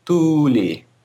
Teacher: a high back rounded vowel and then an, uh, a high front unrounded vowel